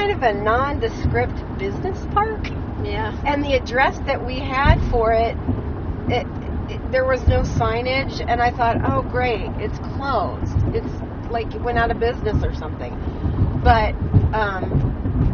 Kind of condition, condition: setting, inside a vehicle